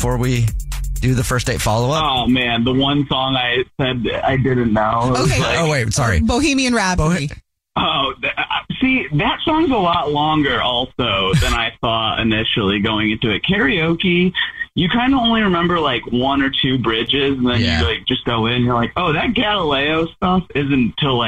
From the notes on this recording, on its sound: We get that other person on the phone